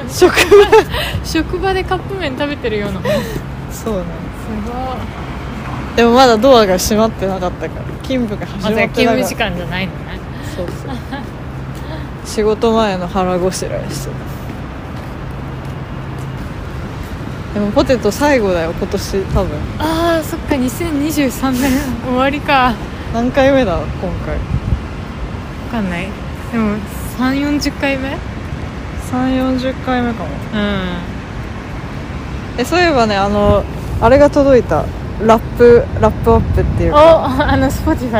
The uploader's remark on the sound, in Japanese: 東京散歩しながら。年末の帰国で一年半ぶりの再会を果たし、久々の対面収録になりました。せっかくなので街をぶらつきながら。